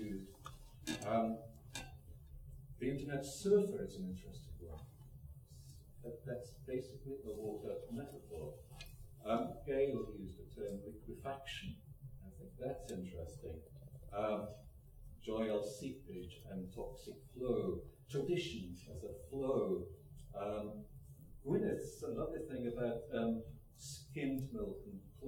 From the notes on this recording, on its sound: Plenary at the Worlds Literature Festival Salon. By National Centre for Writing.